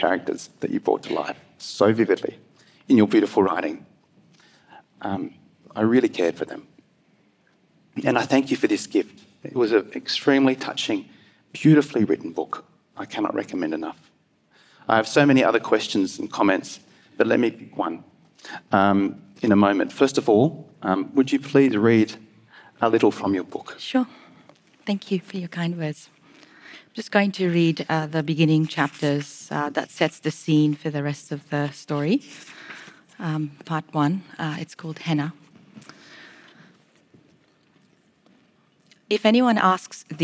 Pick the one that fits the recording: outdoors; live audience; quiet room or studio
live audience